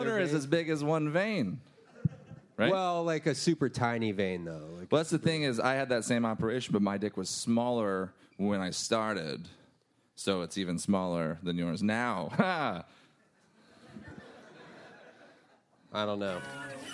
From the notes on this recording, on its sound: LIVE AT BRIDGETOWN